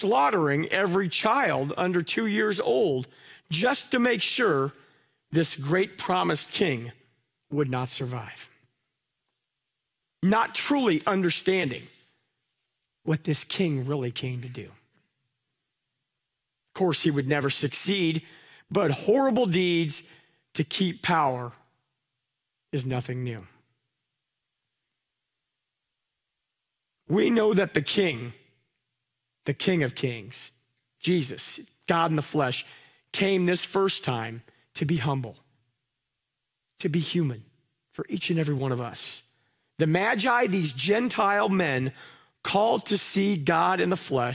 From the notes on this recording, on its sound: Live from our Celebration Ministry Center